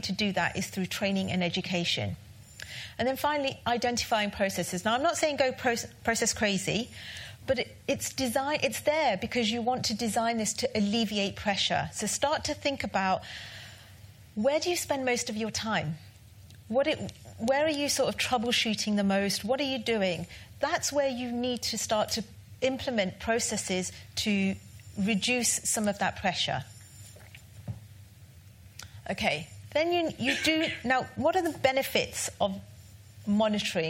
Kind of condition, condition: setting, live audience